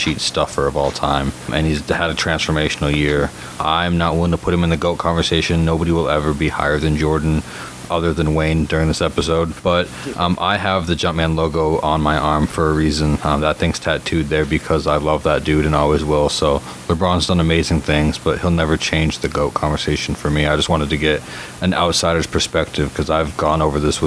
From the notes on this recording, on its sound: Attacked by sound problems this episode